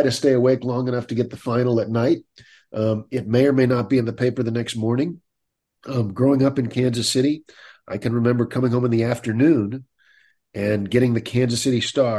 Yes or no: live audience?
no